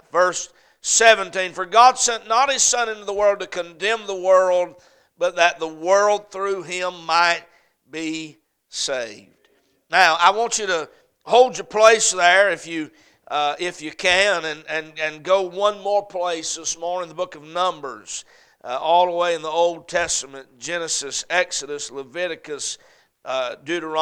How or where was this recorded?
large echoing room